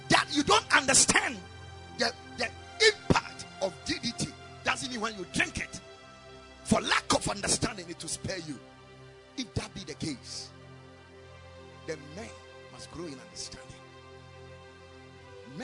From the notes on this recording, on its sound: Preached at the Sunday Service